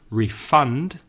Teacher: The stress changes. Refund, the verb, stress on the second syllable. Give someone a refund, the stress is on the first syllable.